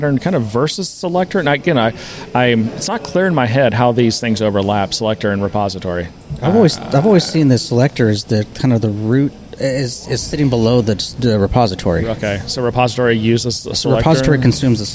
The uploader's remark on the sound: we get out of the office and record from our local watering hole, Thirsty Growler